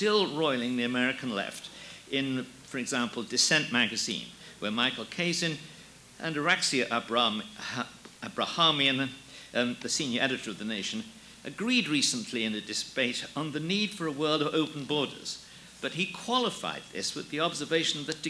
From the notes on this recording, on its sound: Audio taken from The New Criterion’s “Sovereignty or Submission” conference in Washington, D.